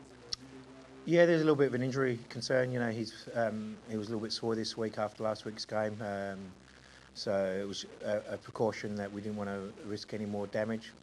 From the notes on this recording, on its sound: Post-Match Press Conference. Apologies for the audio quality.